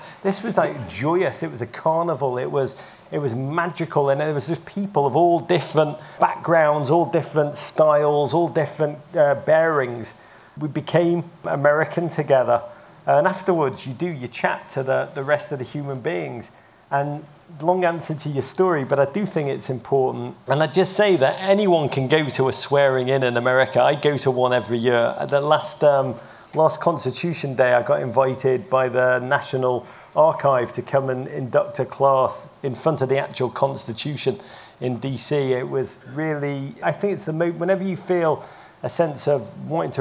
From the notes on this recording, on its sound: Live From Travel Week. In this Travel Week chat.